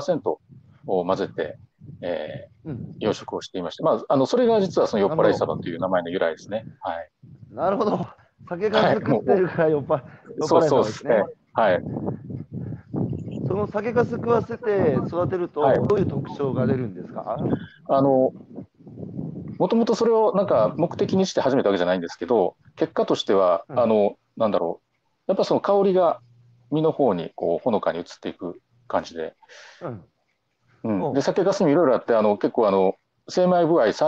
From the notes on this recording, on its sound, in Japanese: 歩きながら1時間、対談する